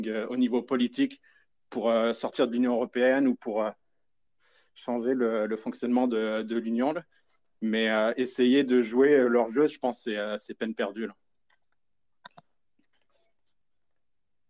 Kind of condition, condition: link, video call